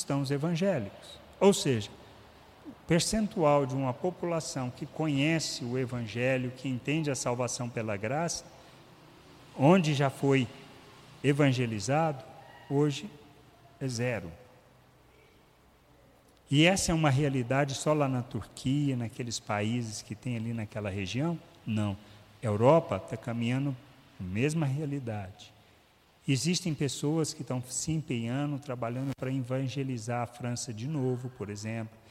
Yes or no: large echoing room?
yes